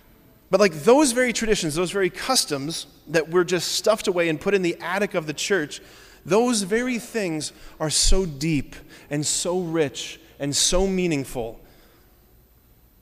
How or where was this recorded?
large echoing room